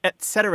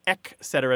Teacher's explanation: The T sound is in the front at the back of your top teeth, and the K sound is in the back of your throat with the tongue on the palate, right in the back · Shown in: second take · It's a really simple thing to mistake one for the other in your mouth if you're moving too fast or not thinking clearly.